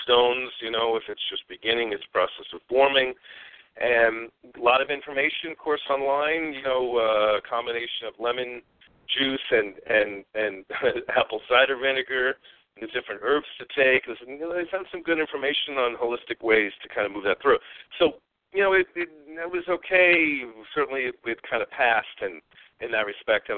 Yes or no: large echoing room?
no